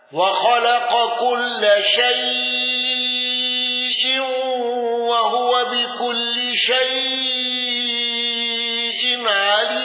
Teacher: الأزرق بتقليل الياء وتوسط شيء وثلاثة العارض